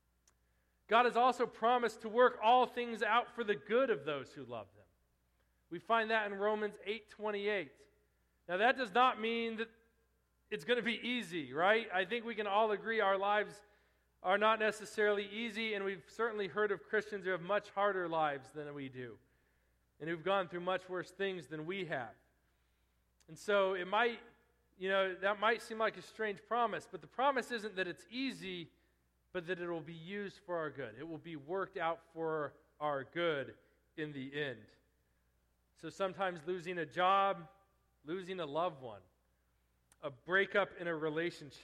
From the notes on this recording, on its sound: Preached at Restoration Road Church on July, 15, 2017.